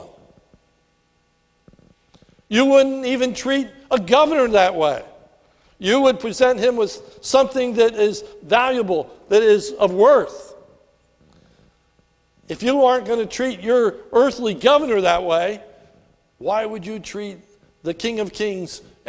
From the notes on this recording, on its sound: This is a sermon recorded at the Lebanon Bible Fellowship Church in Lebanon, PA on 5/27/2018 during the evening service